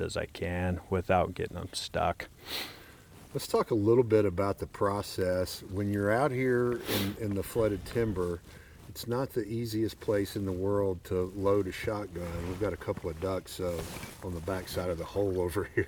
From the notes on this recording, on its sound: We are recording a podcast in Bayou Meto Wildlife Management Area on a special duck hunt.